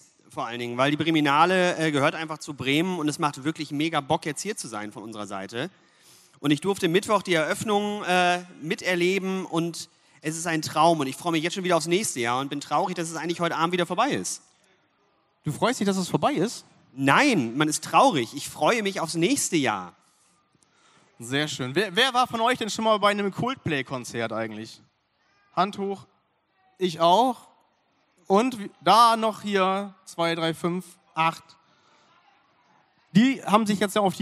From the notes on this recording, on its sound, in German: Unsere 30 Minuten LIVE-Mitschnitt vom BLG-Podcastfestival der diesjährigen BREMINALE.